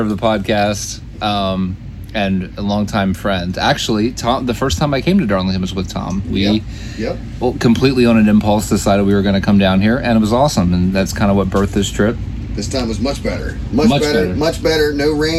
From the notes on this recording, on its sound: Live From The Camper. Special edition of the Racing Addicts recorded from the camper at Darlington Raceway after the recent race weekend.